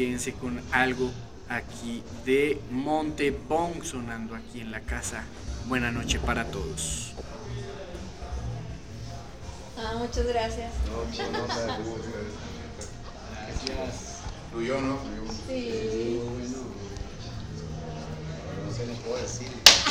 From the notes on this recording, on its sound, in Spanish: En vivo desde Jamaica Records